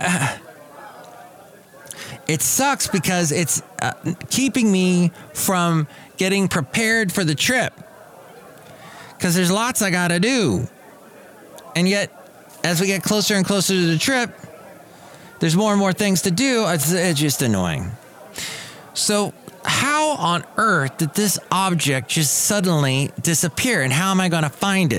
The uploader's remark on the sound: podcasts live from Cafe Anyway